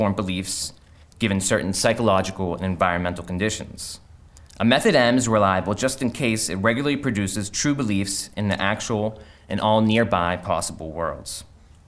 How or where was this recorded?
large echoing room